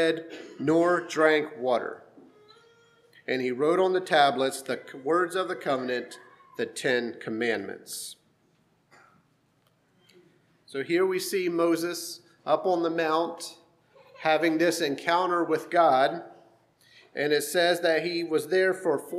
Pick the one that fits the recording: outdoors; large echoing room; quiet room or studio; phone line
large echoing room